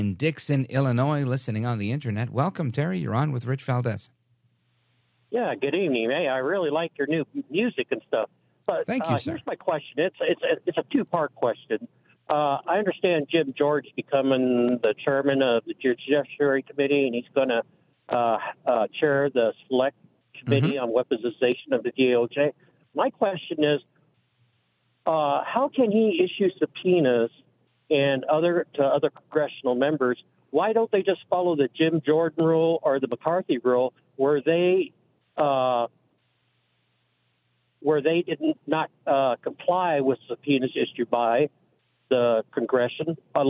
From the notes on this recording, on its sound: we take your calls in open phones across America